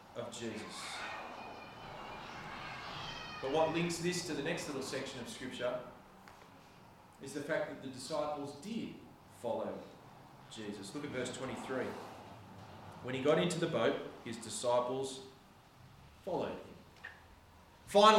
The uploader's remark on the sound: This sermon was preached on the 3rd of September 2023 at all services of Helensburgh and Stanwell Park Anglican Church